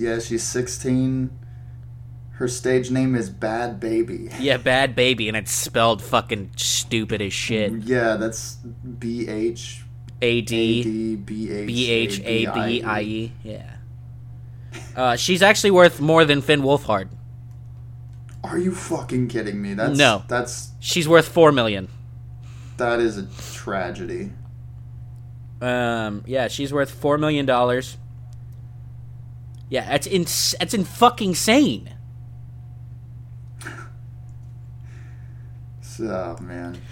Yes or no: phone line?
no